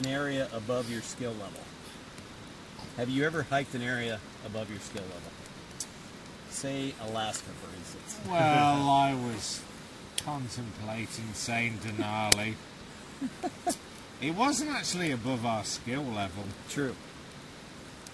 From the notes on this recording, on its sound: Recorded at a remote campsite on the Chattooga River. We sit around the campfire and discuss the fundamentals of backpacking.